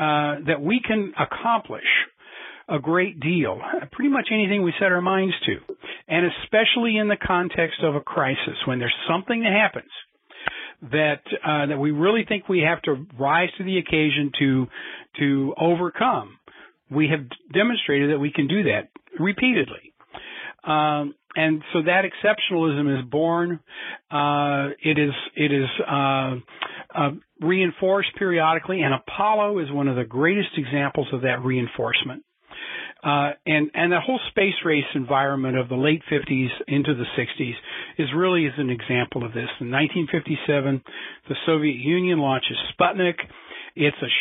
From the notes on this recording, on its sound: a Future in Space Operations teleconference